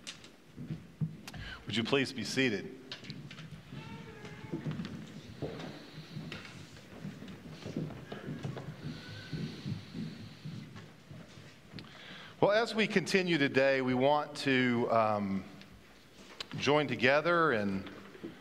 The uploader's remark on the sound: At Pender’s Traditional Service.